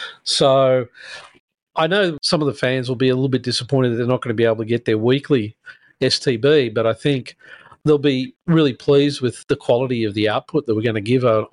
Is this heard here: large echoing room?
no